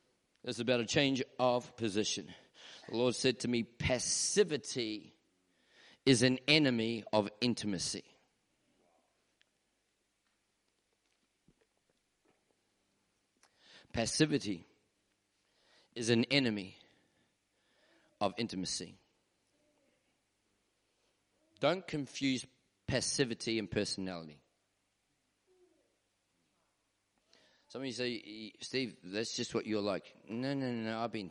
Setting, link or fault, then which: setting, large echoing room